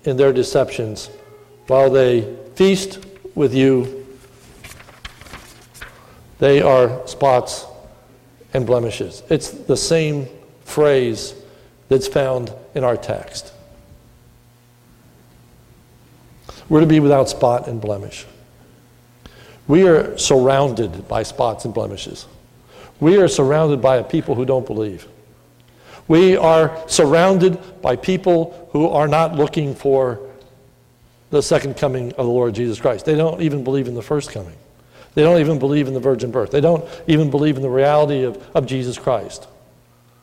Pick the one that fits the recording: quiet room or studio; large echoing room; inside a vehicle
large echoing room